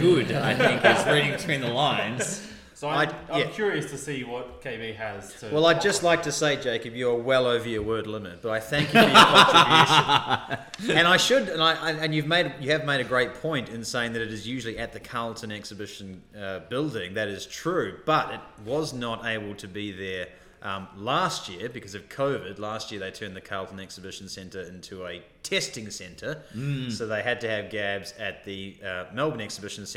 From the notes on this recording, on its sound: Coming to you LIVE from the Princes Park Carlton Bowls Club! We finally get the microphone down to the bowls club for a spot of bowls chat.